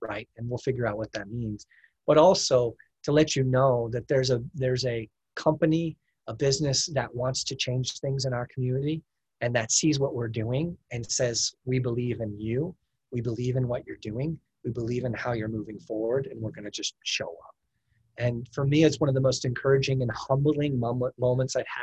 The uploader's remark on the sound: This is a zoom meeting we had